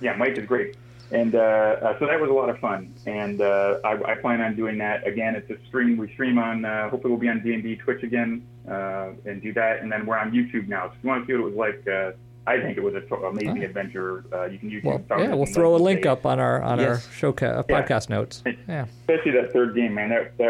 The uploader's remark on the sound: a phone interview